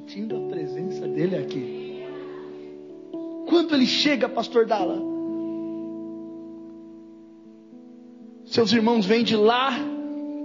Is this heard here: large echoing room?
yes